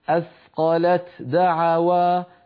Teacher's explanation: فيها ثقل لأن اللسان ينتقل مرتين إلى المخرج نفسه